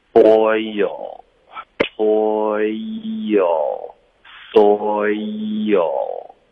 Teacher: 是哦，原来这样，这个 o。你可以用 o 开头，然后要进入一个一二三的一，OK。很多的学生喜欢把这个 o 以发成喂，就是为什么的喂，然后这个就差很多了，是 o 滑到一 o 以 o 以，OK。那如果是比如 boy 跟 toy，我们就会进入到一个 o，然后滑到一。如果后面呢带一个 l 的音呢？或者一个元音呢，那这个就有一点不一样了。因为 L 的开头呢，你可以理解成其实是有一点的音，所以它是一个元音的开头。如果我们有一个 oy，一个双元音连进去一个元音呢，那它就是需要有一个添加音，我们会添加一个很轻的一个 y 的音